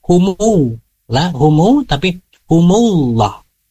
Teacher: humullah langsung masuk ke dalam huruf lam, jangan masuk dulu ke dalam huruf waw, humu lah, humu, tapi humullah masuk ke dalam huruf lam, dan insya Allah selebihnya sudah baik.